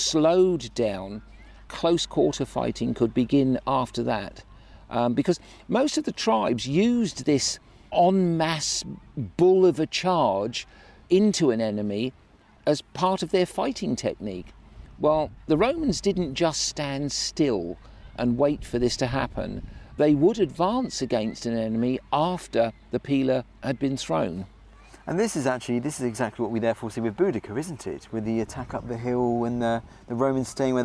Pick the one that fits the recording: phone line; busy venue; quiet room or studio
busy venue